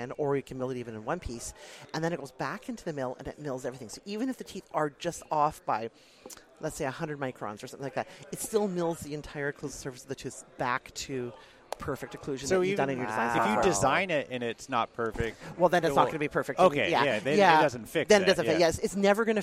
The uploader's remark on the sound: We were set up in the Ivoclar Ballroom all weekend. From the Ivoclar Ballroom at Lab Day Chicago. We were set up in the Ivoclar Ballroom all weekend and recorded a ton of great people.